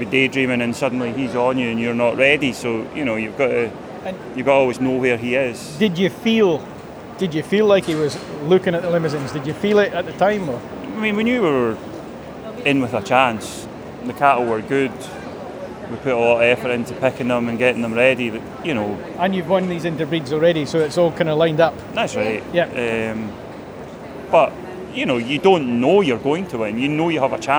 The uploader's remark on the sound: Royal Highland Show 2023. From the cattle ring to the Highland Hall, the machinery lines and everywhere inbetween. At Ingliston.